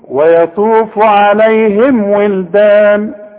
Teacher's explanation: خلاص، اوعى تغن، علشان دي ميم اظهار بنقفل فيها الشفايف وما بنغنش